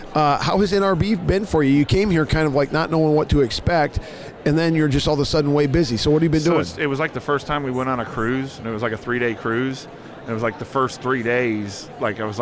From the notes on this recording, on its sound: LIVE from NRB 2022!